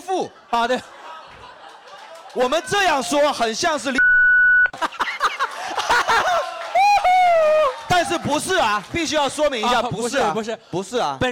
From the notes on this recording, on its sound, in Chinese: 本期现场观众分为两大阵营